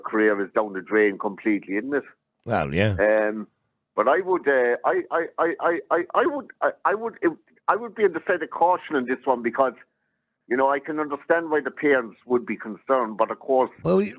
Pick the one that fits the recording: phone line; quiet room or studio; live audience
phone line